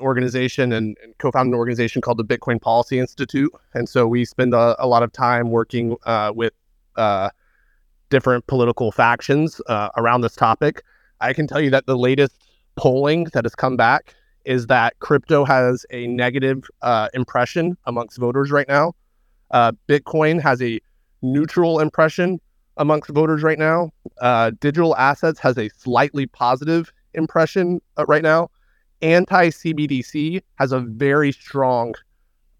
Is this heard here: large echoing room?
no